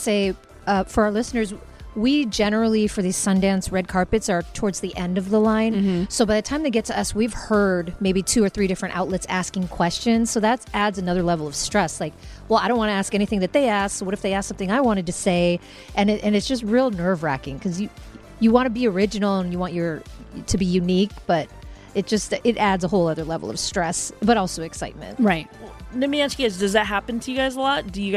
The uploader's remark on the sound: Welcome back to the Sundance Film Festival 2020, where we were thrilled to be part of the red carpet event. Sundance Rewind: Red Carpet Event.